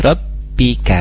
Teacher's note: ada ba sukun, ditahan dulu tidak mengalir suaranya